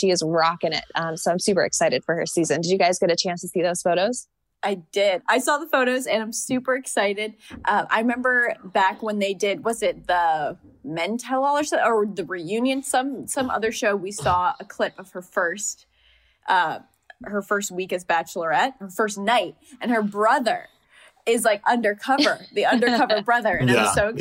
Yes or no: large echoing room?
no